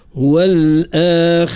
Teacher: الهمزة القطع معنى نصوت بها رقيقة من غير مبالغة. والآخرة الخاء مفخمة والراء مفخمة